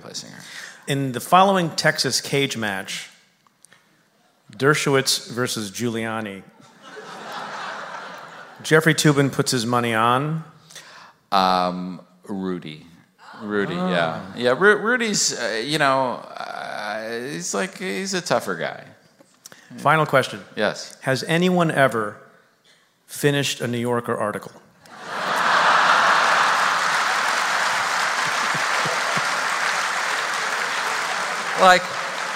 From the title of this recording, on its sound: Live from Town Hall